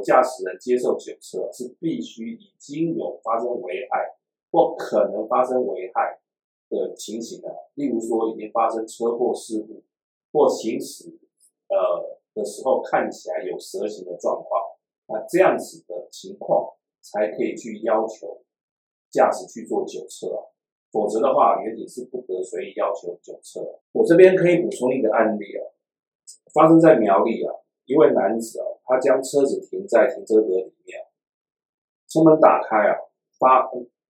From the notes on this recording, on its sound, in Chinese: 本集錄音出了一點狀況，還請多多包涵